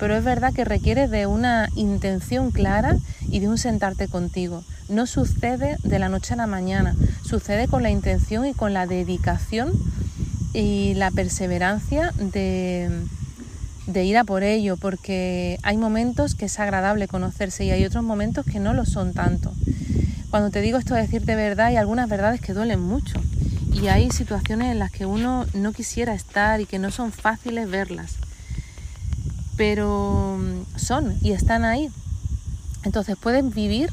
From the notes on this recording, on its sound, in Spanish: Está grabado en un sitio muy especial para mi, al aire libre, así que te pido de antemano disculpas por el ruido de fondo.